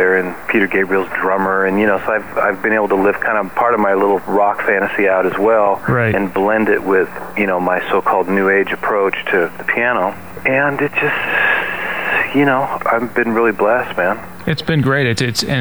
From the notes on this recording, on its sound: On the phone for this interview. Home in Seattle on the patio having some coffee and enjoying the fresh air.